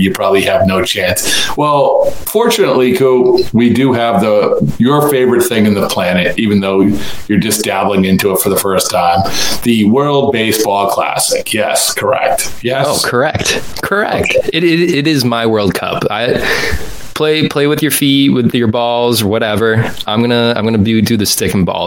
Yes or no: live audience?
no